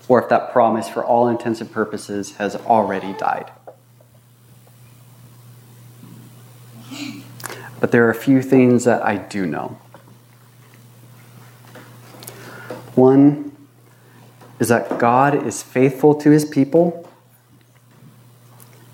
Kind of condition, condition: setting, large echoing room